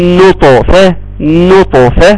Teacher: خلص النون المرققة وروح للطاء المفخمة قول لي من نو وبعدين انتقل للطاء وانتقل للطاء وقول لي